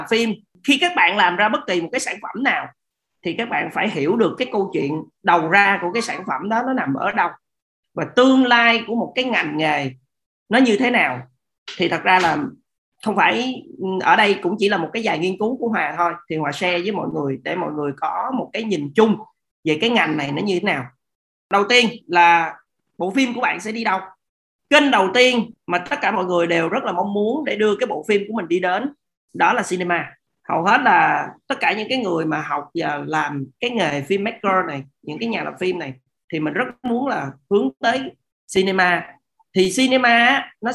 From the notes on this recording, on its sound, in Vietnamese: Nội dung âm thanh này đã được Arena Multimedia ghi âm lại từ nền tảng ứng dụng Zoom trong sự kiện Talk: Nghề phim - Trò chuyện với thế hệ Z.